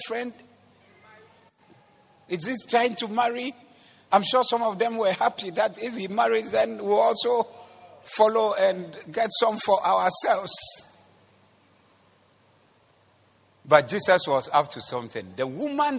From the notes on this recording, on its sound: Preached at the Zeloo Service 02042023